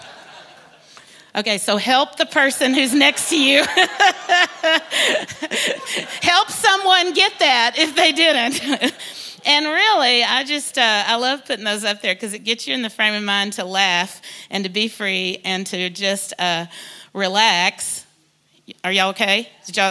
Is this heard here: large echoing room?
yes